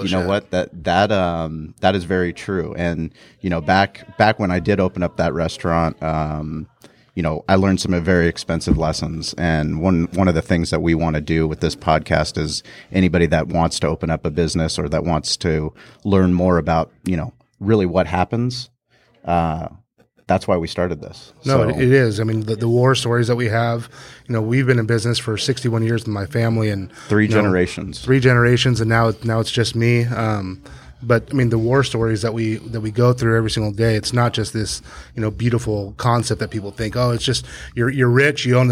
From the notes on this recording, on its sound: Recorded on site at the Mighty 1090 Studios on the Main Sales Floor